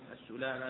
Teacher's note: بضم السين وتخفيف اللام وفتح الميم